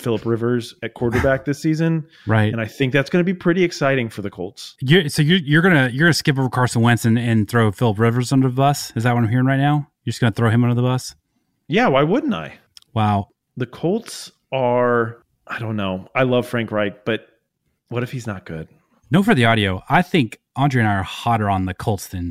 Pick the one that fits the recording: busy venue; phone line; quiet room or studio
quiet room or studio